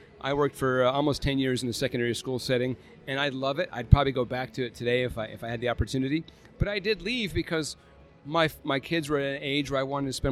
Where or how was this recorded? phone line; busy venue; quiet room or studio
busy venue